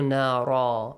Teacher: تنوين فتحة changes to ألف مد whenever you stop at that word